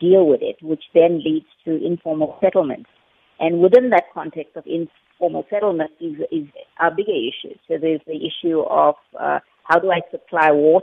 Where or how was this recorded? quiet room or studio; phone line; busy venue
phone line